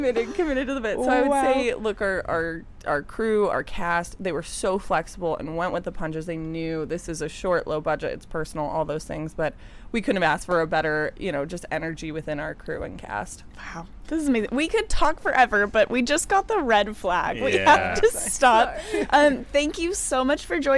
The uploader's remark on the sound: We are live, on-location at the TCL Chinese Theatre for the 19th annual Oscar Qualifying HollyShorts Film Festival. We are live, on-location at the TCL Chinese Theatre for the 19th annual Oscar Qualifying HollyShorts Film Festival.